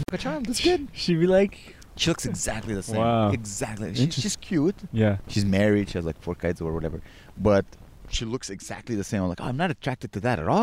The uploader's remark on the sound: We record in a cemetery this week.